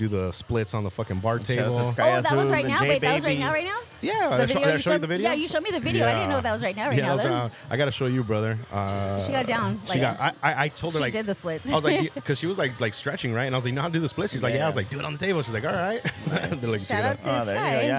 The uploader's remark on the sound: In this episode we record live at the LS Playground’s and Swinghearts HALLO-SWING event on Oct. As we record, an actual swingers' orgy unfolds right before our eyes.